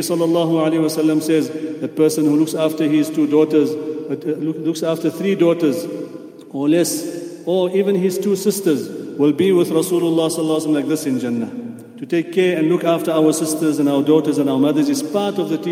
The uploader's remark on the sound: at the houghton Houghton masjid